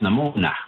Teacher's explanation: with an N instead of the Y or the TH in there · Term: N dialect